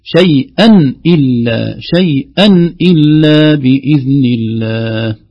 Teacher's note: اعرف تماما أن التنوين نونه ظاهرة ما في غنة أبدا فيها